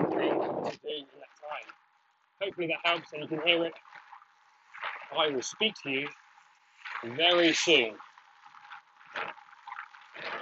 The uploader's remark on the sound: This could be the first podcast ever to be recorded while cycling up a hill.